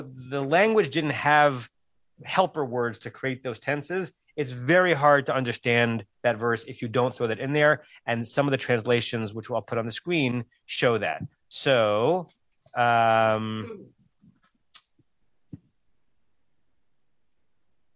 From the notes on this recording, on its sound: At Temple Beth Am, Los Angeles.